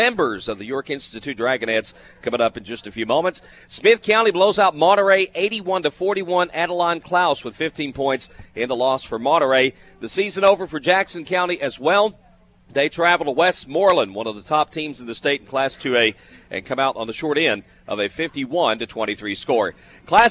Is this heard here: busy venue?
yes